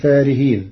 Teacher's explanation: قرأ ورش كلمة فارهين بحذف الألف التي بعد الفاء